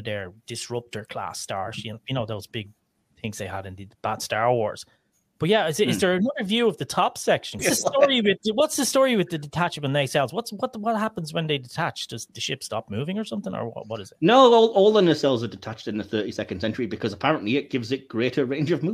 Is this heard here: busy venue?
no